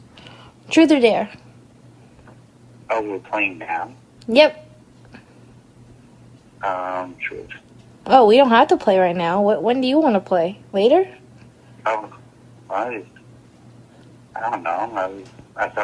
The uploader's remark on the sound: Phone Call. This episode is yet another recorded conversation.